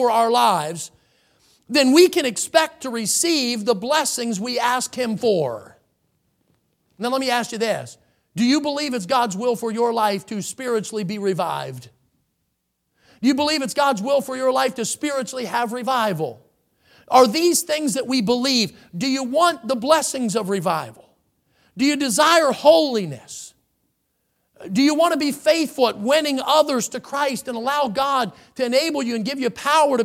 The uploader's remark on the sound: In the Sunday Morning Service. At Victory Baptist Church in Boonsboro, Maryland.